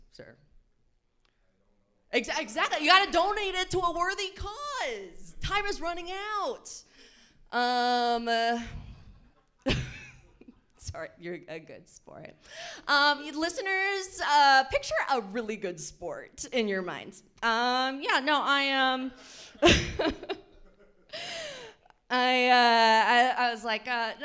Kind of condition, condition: setting, live audience